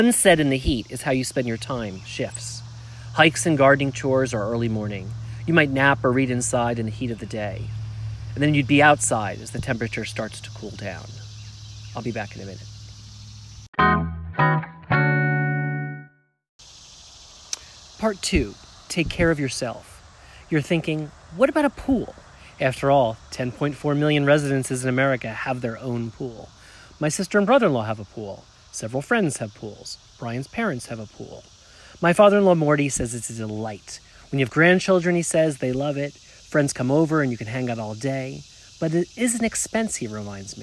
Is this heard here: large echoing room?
no